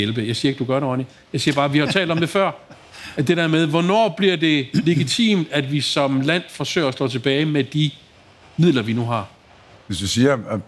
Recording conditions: live audience